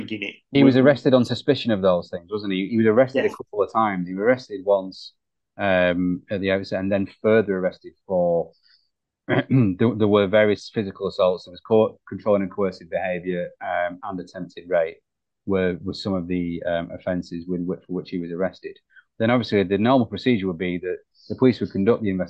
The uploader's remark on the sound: We recorded this via zoom due to having ridiculous schedules at the moment.